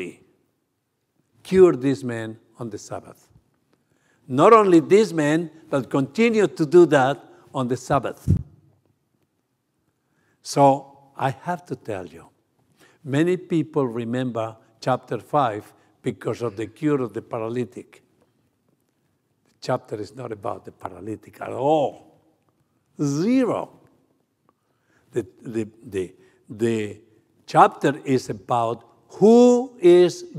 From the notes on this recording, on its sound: 28th Annual World Missions Conference: November 3-5, 2023 | November 5, 2023 Morning Worship.